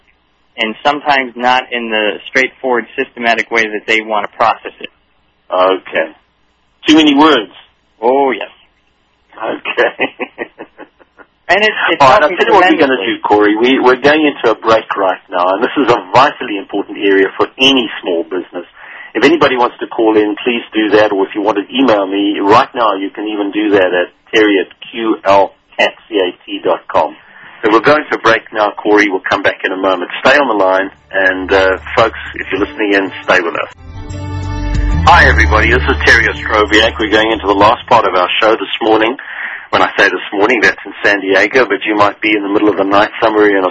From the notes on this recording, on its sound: coaches phone-in callers